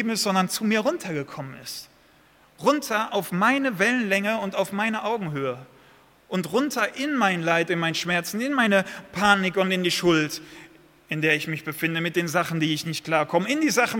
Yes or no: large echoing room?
yes